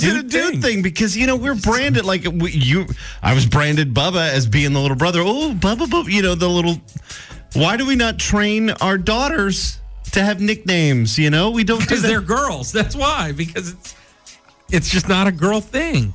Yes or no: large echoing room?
no